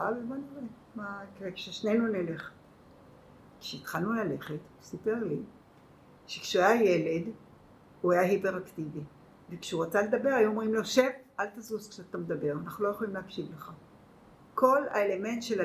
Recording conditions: poor microphone